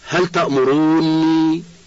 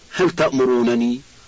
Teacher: جاز الإدغام فتقول هل تأمروني بتشديد النون، وجاز الفك فتنطق بالنونين قائلا هل تأمرونني